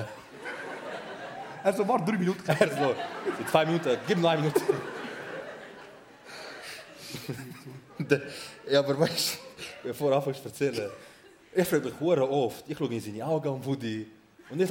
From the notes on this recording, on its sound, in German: Live im Bernhardtheater. Die ersti hälfti vo eusere Liveshow im Bernhardtheater.